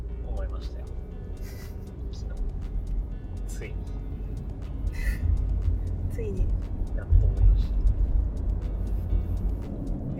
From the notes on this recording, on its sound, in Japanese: 車内で録音したので音質悪めです